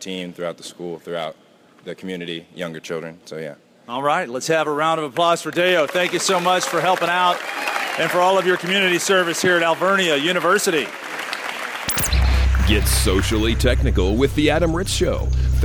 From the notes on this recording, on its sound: Live at Alvernia University. This show begins with a live studio audience at Alvernia University.